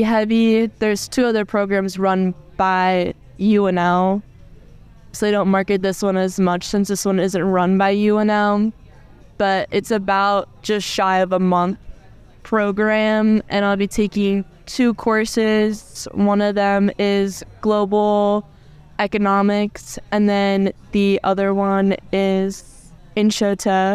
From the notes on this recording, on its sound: On a Jeep Trip. There might be a little road noise, but that's part of the adventure!